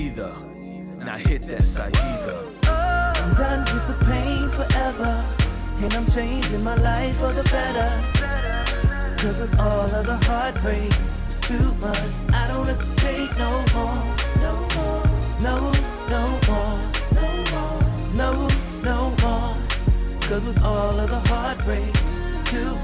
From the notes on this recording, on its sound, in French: extrait mix live soirée